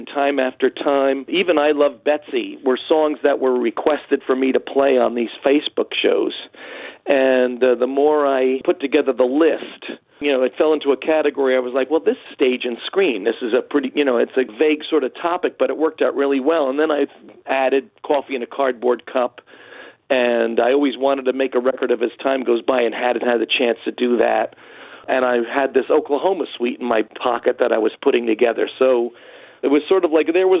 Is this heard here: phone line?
yes